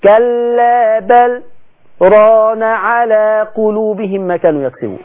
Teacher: طب ولما حصل سكتة هنا خلاص تم فصل اللام عن الراء، فتم تعطيل حكم الادغام · Term: السكت